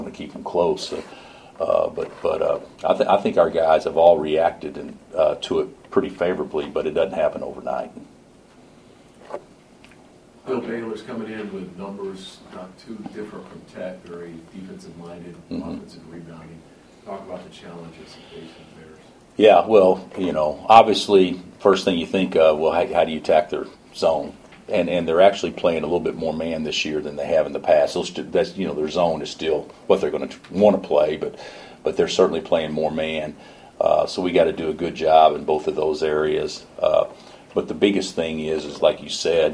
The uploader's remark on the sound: Press Conferences & Post-Game Interviews